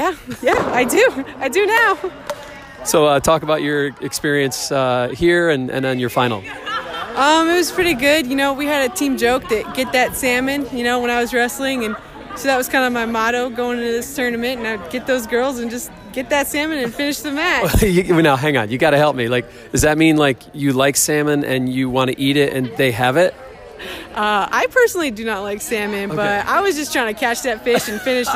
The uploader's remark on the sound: On the Floor at WCWC Nationals